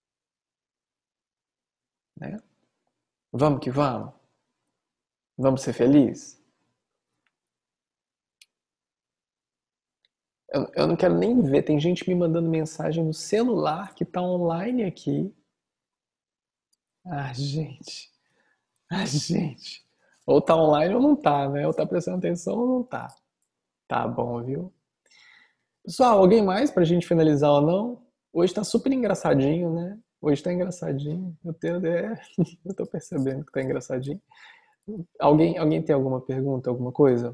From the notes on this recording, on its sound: Online via Zoom